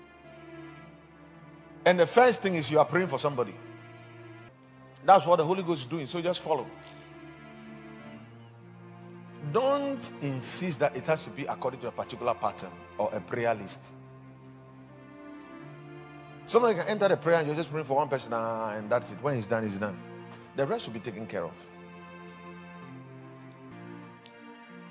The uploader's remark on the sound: Preached at the Watered Garden Church